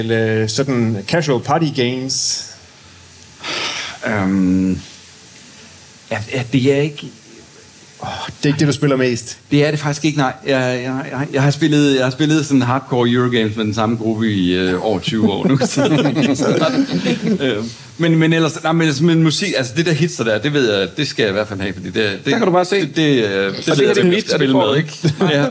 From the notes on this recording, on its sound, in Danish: Live fra Aarhus Festuge 2023. Inviteret til Aarhus af Podcaster.dk, som del af programmet på årets udgave af Aarhus Festuge.